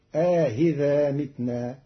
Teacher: قرأ قالون كلمة أئذا بتسهيل الهمزة الثانية بين مع إدخال ألف بين المحققة والمسهلة فتصير آهذا متنا، جمعا بين اللغات عند بعض العرب.